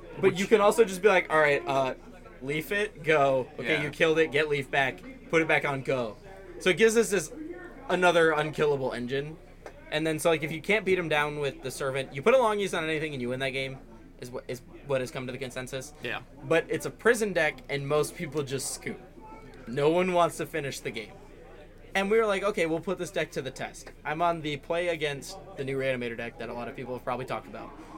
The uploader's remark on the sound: We had to film this one on the go and not in our super expensive and really real $100k recording booth so excuse the background noise.